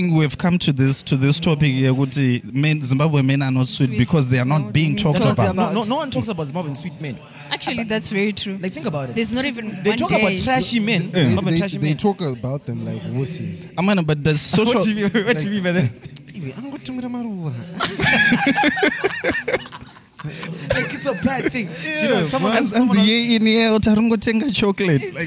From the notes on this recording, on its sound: The team meet up at Shoko festival to record the current episode. In the heat of the noise.